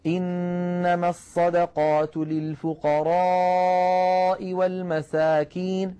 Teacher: فقال سيدنا ابن مسعود أقرأنيها إنما الصدقات للفقراء والمساكين، فمد صوته في الفقراء · Term: المد المتصل